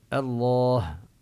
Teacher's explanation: الله لفظ الجلالة الله، كذلك يعني المطلوب أن يتنبه السامعون إذا ذكر الله نقول الله، إن لا نقول الله ولا نقول الله، إنما الله مع المد بعد اللام ومع بيان الهاء